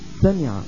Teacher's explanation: السين من طرف اللسان أو من منتهى طرف اللسان اللي هو رأس اللسان يعني مع الصفحة الداخلية للثنايا السفلى، قد سمع، فممكن يقال قد سمع، هذا إدغام متقاربين.